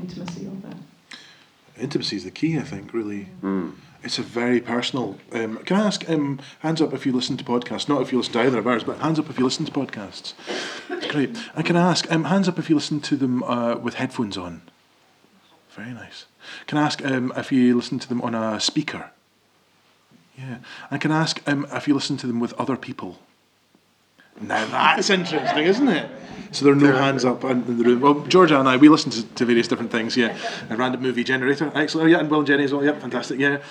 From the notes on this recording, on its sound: Live at An Tobar. The conversation you’re about to hear took place in An Tobar, Tobermory on the 4th of October 2023 in front of a live audience.